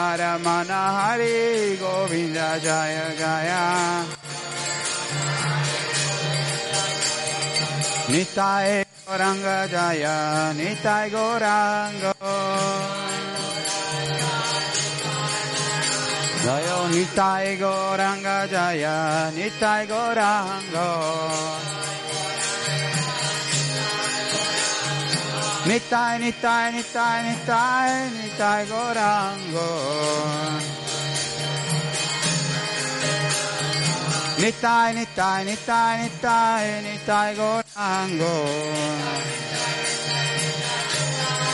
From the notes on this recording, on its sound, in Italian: Ascoltata il 17 novembre 2016 nel Tempio di Villa Vrindavana. Che traduce in italiano dal vivo.